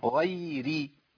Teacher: والراء عندي المكسورة مرققة على طول